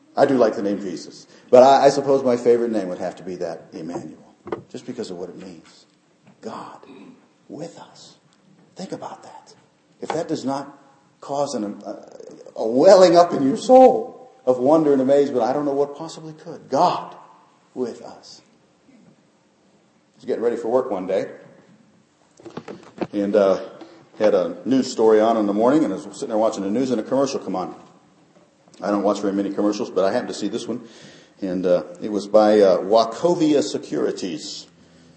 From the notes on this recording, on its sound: Christmas Eve Service. Short devotional given during Christmas Eve candlelight service.